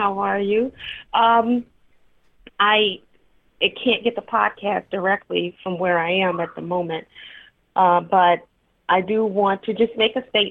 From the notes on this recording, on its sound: Call-in Episode. Take calls from listeners on Independence Day.